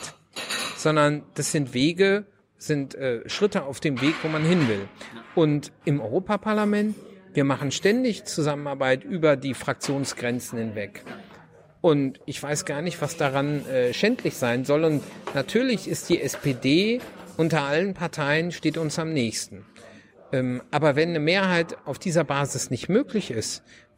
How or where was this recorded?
busy venue